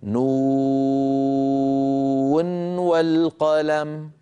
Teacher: نون آخرها نون ساكنة، والقلم أولها واو، فأيضا نظهر هذه النون عند الوصل فنقول نون والقلم، لا ندغم برواية حفص عن عاصم من طريق الشاطبي.